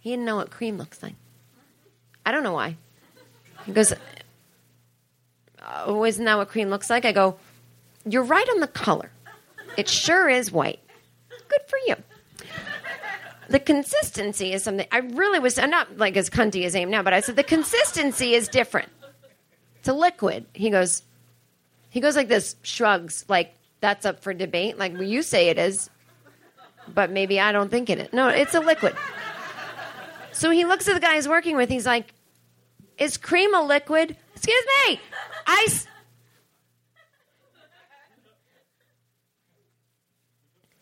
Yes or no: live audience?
yes